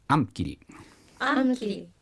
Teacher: アの上に、アクセントがつく言葉でアムキリですね